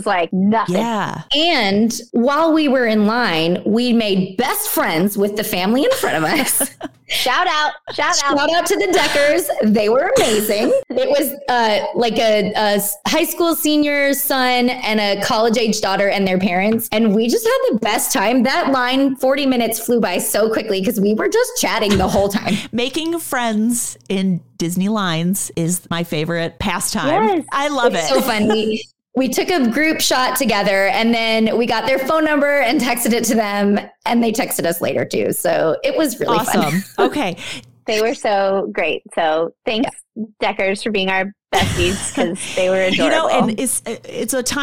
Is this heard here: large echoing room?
no